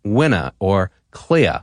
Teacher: This means that mid-Atlantic speakers drop their R's at the end of words, like winna or clea. · Term: lack of rhoticity